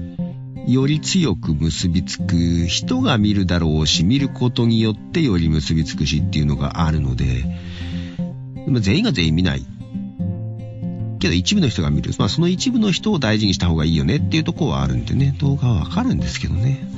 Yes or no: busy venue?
no